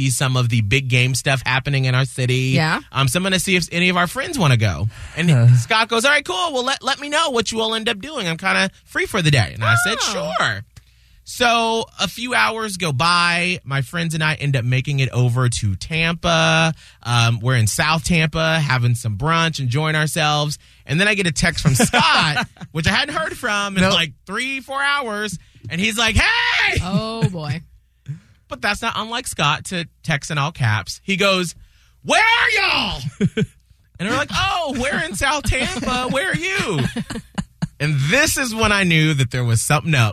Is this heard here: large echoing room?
no